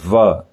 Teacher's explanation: दंतोष्ठ यानी दांत और होठ मिल गए और हवा बाहर निकली